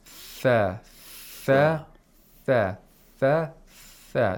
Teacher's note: And the another way, or the other place of articulation, according to some other experts, is that the tip of the tongue is used and it touches the edge of the upper front teeth, and the head of the tongue touches or gets really close to the place of behind the upper front teeth, which is the alveolar ridge.